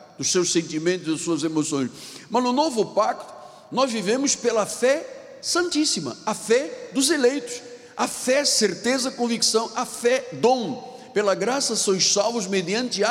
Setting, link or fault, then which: setting, large echoing room